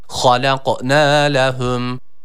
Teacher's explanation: ha harfimiz burada kalın okunması gerekiyor. Boğazımızı hırıldatarak bu harfi çıkarmaya gayret edelim.